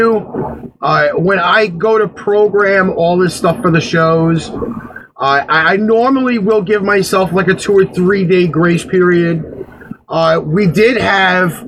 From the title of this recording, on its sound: TECHNICAL DIFFICULTIES!!!!!